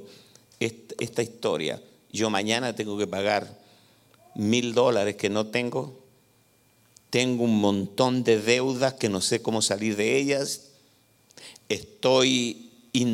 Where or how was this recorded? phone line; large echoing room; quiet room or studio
large echoing room